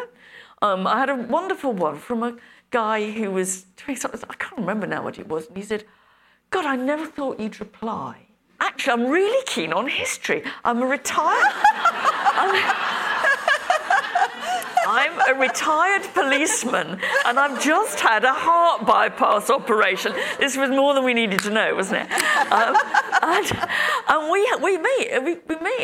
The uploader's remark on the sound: Recorded live from the event for the Global Institute for Women’s Leadership at King’s College London.